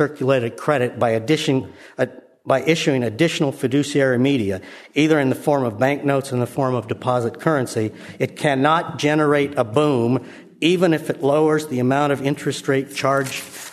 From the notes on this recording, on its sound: Presented at the Austrian Economics Research Conference. At the Ludwig von Mises Institute in Auburn, Alabama.